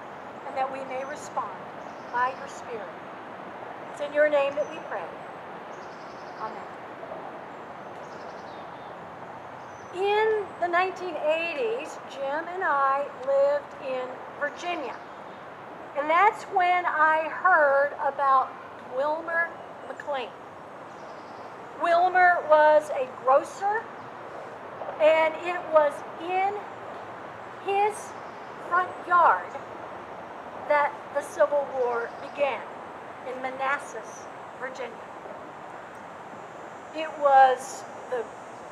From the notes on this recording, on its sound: In these Covid-careful days, this service was held outside. Coming to you from Old South Presbyterian Church in Newburyport, MA.